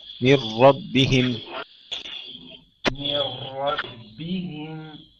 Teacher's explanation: من ربهم فخم الراء أكثر